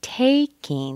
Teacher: We stress the take. The ing is not stressed.